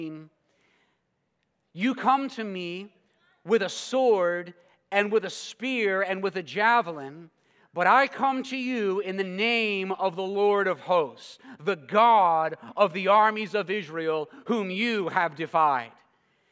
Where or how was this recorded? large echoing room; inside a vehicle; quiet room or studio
large echoing room